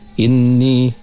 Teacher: inni wajibul ghunnah, wajib dengung dua harkat